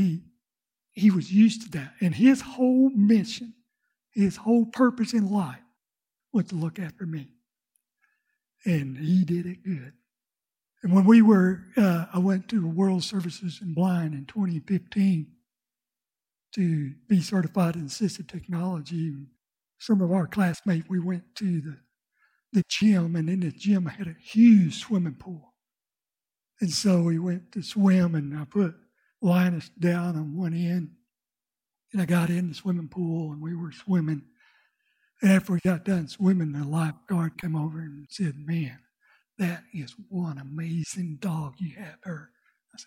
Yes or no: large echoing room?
yes